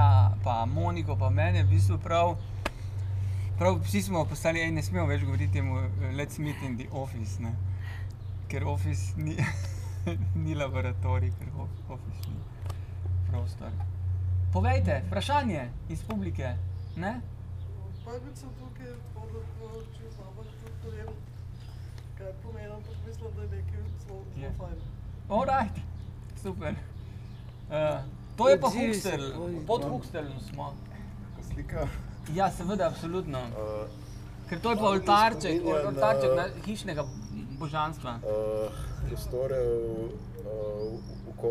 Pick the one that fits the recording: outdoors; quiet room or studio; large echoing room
outdoors